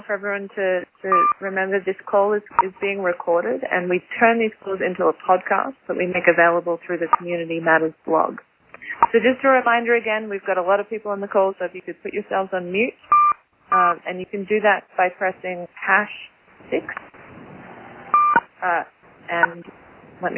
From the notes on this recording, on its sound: Call recorded on January 26, 2012.